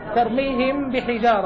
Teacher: أخفي الميم واجعل فيها غنة · Term: إخفاء